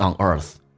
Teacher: 重度卷舌，整个舌身往回卷